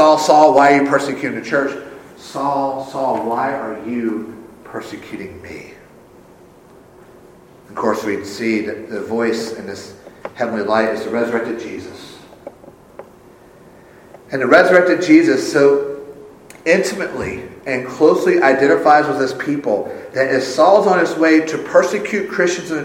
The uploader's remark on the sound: Full service is recorded